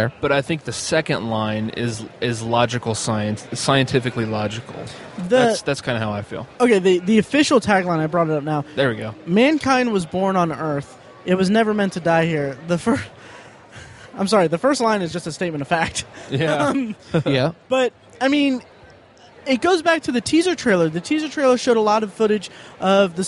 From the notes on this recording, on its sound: Live at Indy PopCon 2014. Recorded live from our booth at Indy PopCon! We had some down time at Indy PopCon on Sunday.